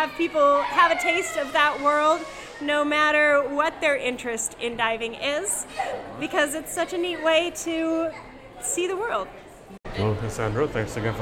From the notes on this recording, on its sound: This is a video episode, which was recorded on location at the Aquarium of the Pacific in Long Beach, California.